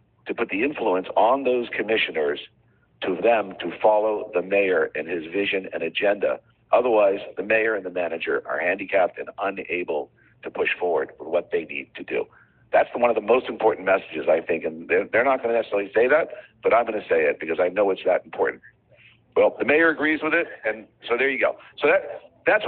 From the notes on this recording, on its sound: A leaked recording of a call to raise funds for a PAC in the 2021 city of Miami Beach elections.